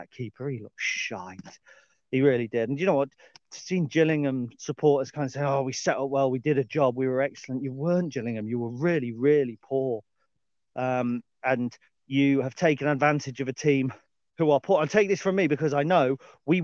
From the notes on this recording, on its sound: A dog walk video, shifted to audio. Guest appearance by a C130.